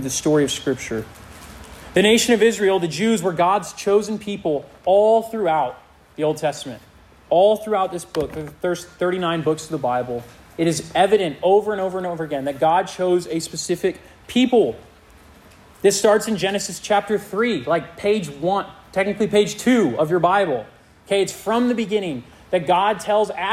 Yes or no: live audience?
yes